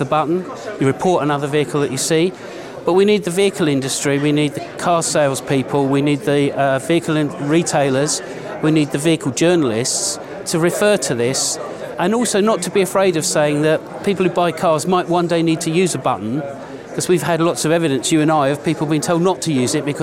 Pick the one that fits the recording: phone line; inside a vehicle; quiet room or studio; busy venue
busy venue